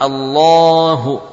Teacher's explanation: lam sukun, lam yang maftuhah beserta alif setelahnya, maka dibaca dengan tafkhim